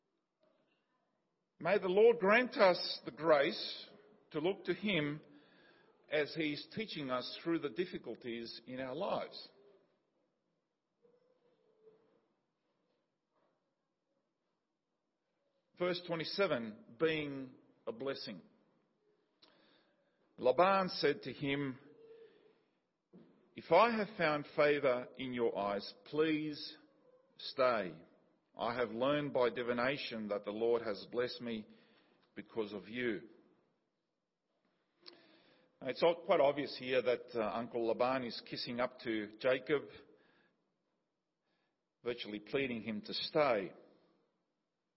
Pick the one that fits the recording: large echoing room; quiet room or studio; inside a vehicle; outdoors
large echoing room